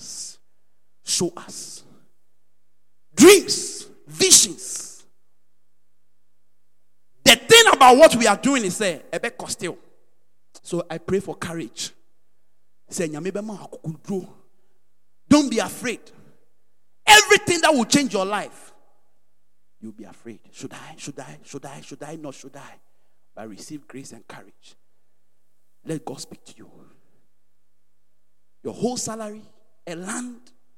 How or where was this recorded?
large echoing room